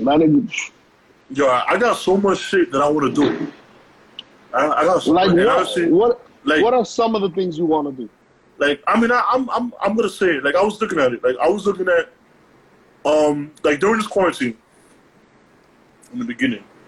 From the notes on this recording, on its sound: We back and had a recording problem so we decided to record via IG LIVE.